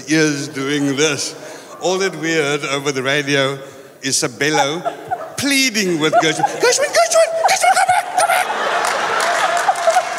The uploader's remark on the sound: Recorded live on Sunday 16th July the 2023